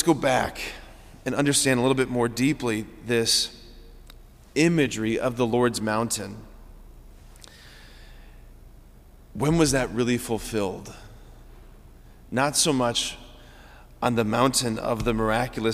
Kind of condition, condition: setting, large echoing room